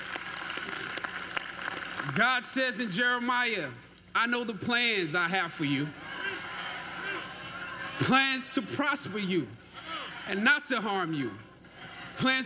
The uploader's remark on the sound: Howard University 2018 Commencement Speech.